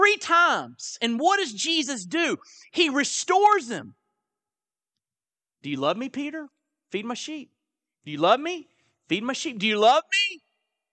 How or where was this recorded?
large echoing room